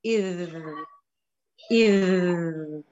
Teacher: تمام، اذ ما نقولش اذ سرعت عليها هكذا، لا. تمام، تأنني واعطي صفه الرخاوه تبعه، صفته جميله لذيذه الذال. ها اسمعي اذ واسمعي اذ قاعد يذبذب لساني، بدي هذه الذبذب.